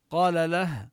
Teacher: قال له، قال نمد المد الطبيعي، له نصل الهاء بواو، هذه الهاء المضمومة لأنها سبقت بفتحة اللام مفتوحة وجاء بعدها ميم مضمومة يعني وقعت بين متحركين، فنصلها بواو